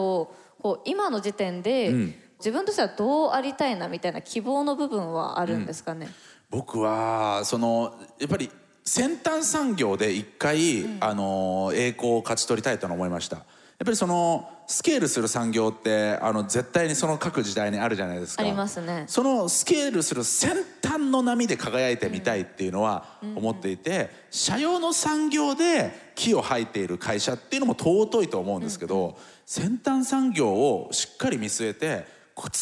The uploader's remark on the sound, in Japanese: TOKYO FMの番組「マスメディアン 妄想の泉」。番組初となる公開収録の後編をお届けしました。